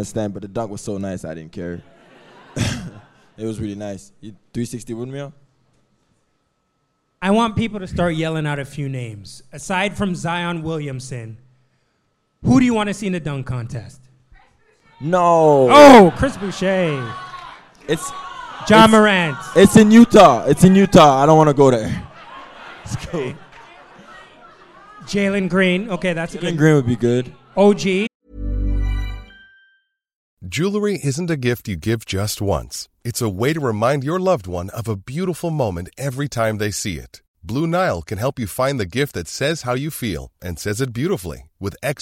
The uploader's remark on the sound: Who invited Hustle Play to record at their live show this week.